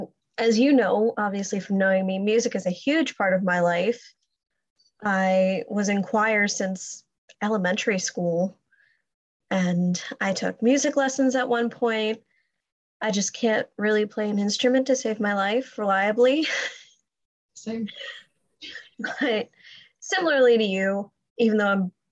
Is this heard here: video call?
yes